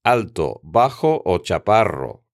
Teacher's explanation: Las tres llevan un acento prosódico en la penúltima sílaba, sin llevar ningún acento ortográfico